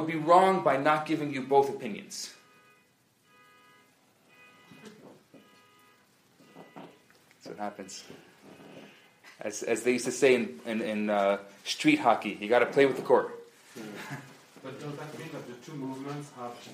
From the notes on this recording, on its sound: Recoded Live at Chabad NDG in Montreal, Canada.